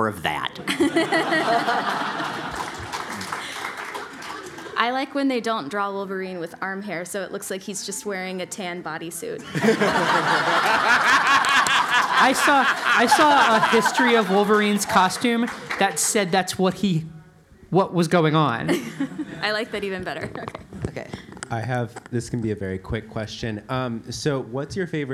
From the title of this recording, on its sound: Live from FlameCon